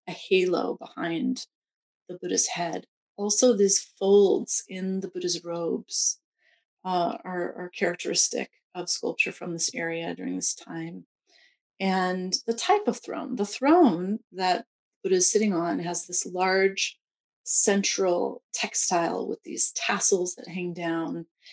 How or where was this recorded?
video call